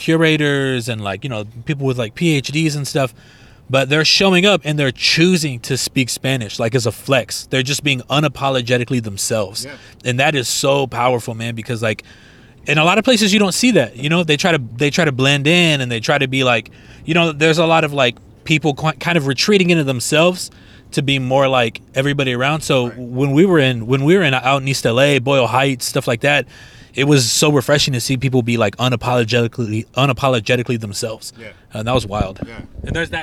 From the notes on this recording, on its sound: We recorded a conversation riding in traffic after leaving Pinta.